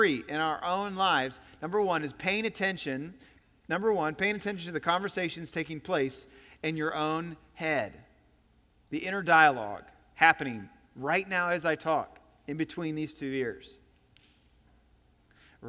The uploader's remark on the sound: Recorded on September 10, 2017 at Graceland Baptist Church in New Albany, Indiana.